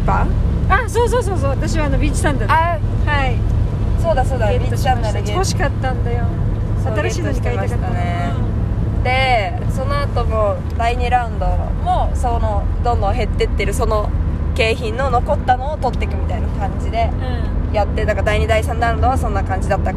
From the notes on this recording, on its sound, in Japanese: 第268回は、4泊5日の弓場農場での日々からそれぞれの家へ帰る途中で収録しました。